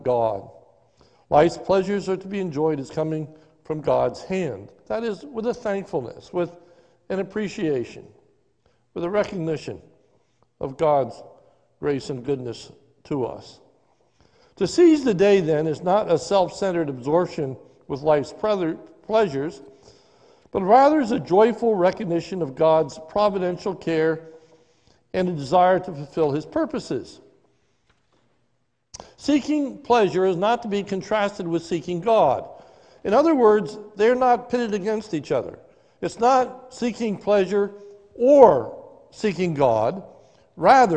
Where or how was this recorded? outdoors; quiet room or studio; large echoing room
large echoing room